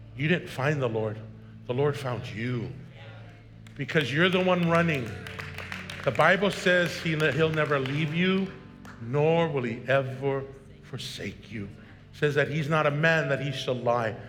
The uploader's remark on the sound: was preached on March 6th at the 10AM service